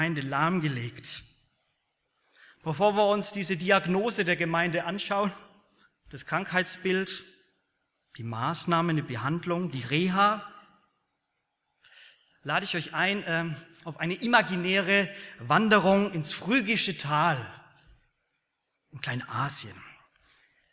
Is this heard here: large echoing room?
yes